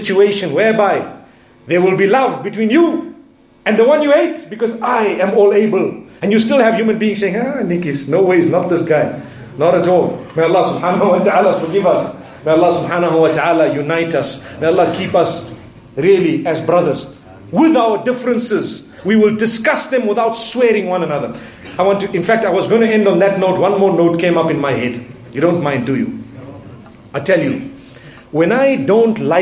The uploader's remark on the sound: Jumu&#8217;ah Lecture from Bosmont Masjid